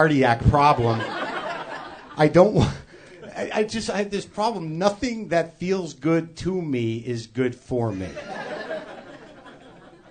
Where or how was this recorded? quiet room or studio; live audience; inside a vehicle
live audience